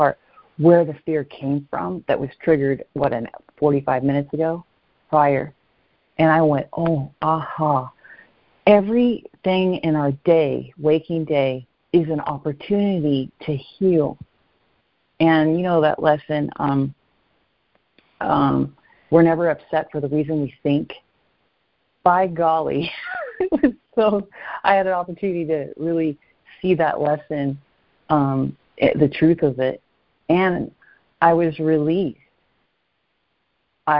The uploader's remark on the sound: ACIM Daily Conference Call.